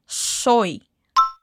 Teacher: Repete comigo essa pronúncia bem fechadinha do o.